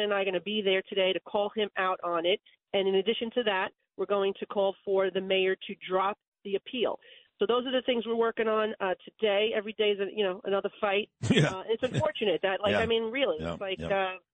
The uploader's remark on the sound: calls